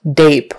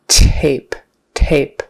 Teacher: It's not voiced, so just put your tongue behind your teeth, push, and blow the air out. You can hear that the air coming out at the beginning of the word. · Shown in: second take · If you don't have that air coming out, it's going to sound like a D, d, d, d. · Term: regular T